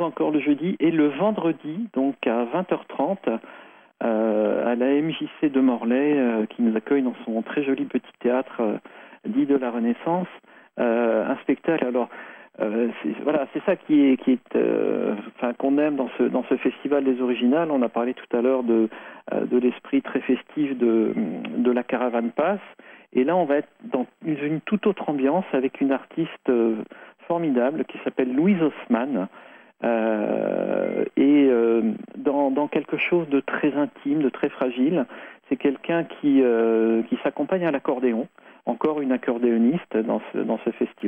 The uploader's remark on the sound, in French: En direct et sans filet ! Au Bistrot des copains, par téléphone. Festival Les originales de Morlaix et ses environs.